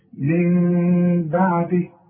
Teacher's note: اذا هنا مش هضم شفايفي، هيحصل انفراد في الشفايف خفيف علشان يحصل الاخفاء، ما تضمش شفايفك. انا قلت لك قبل كده اعمل زي الباب الموارد، لا تقفله ولا تفتحه، يبقى مفتوح حته صغيره، الشفايف مفتوحه حته صغيره، ما تضمليش شفايفك. · Term: اقلاب